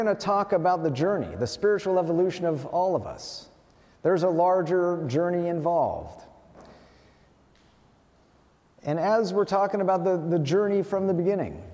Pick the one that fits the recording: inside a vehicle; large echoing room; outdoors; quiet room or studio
large echoing room